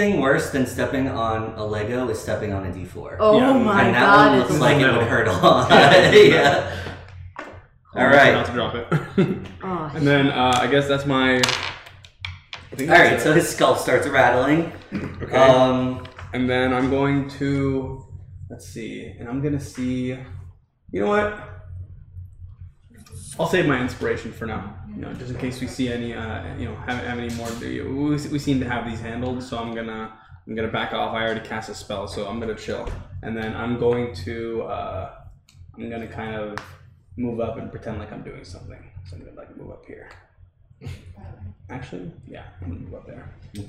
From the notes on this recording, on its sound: These casts are from games of D&D played live on twitch weekly. Please excuse the audio in this episode!